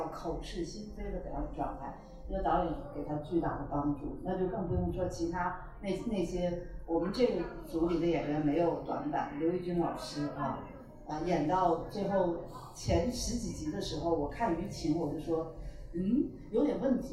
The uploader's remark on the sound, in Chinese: 在北京DT51 RDV书店。本次活动直播观看人次达十几万。本期节目为活动的现场录音。